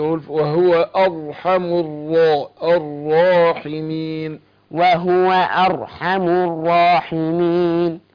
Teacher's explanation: الراء بتاعت الراحمين مشددة مفتوحة هتفخم وبين التشديد